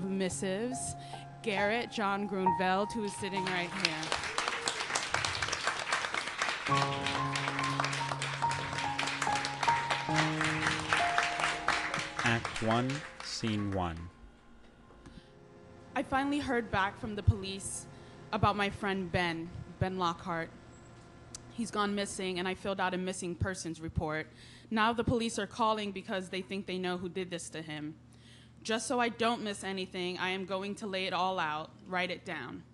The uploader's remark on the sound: an intimate series of plays performed before live audiences